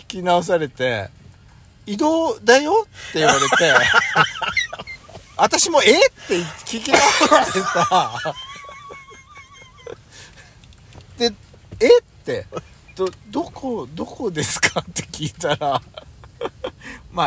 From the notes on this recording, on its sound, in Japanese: 2人組。パーキング収録。